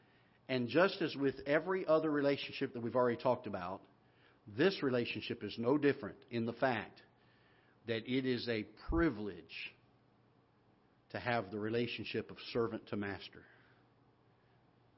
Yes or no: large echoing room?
yes